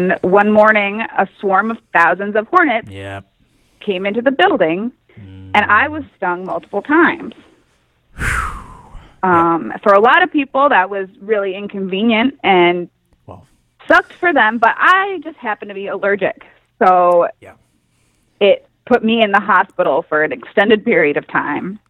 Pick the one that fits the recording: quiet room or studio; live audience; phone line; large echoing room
phone line